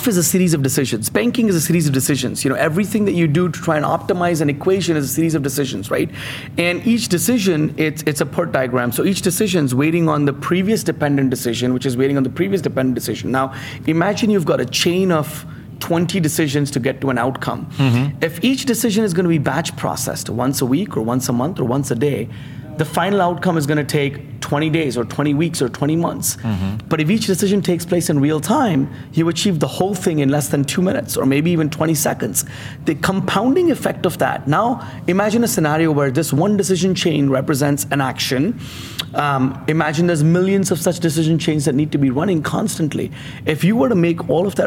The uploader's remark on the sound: LIVE FROM MONEY 20/20